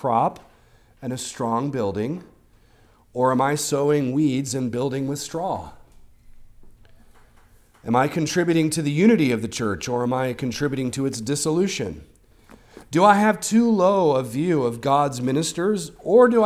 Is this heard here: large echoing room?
yes